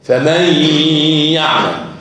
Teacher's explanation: فمن حد سمع نون؟ ما فيش نون خالص، لكن في الغنه